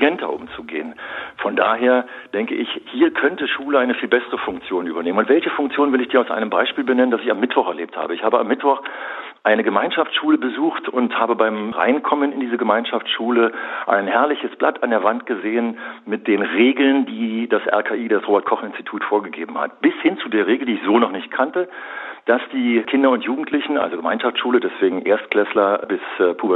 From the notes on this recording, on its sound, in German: Im Inforadio (rbb) per Telefon ein Interview.